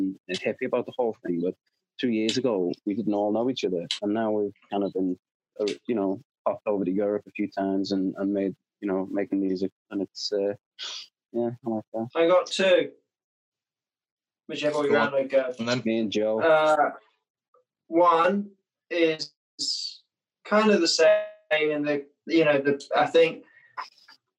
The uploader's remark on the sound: sorry for the slightly worse audio this week, my internet connection did me real dirty this week.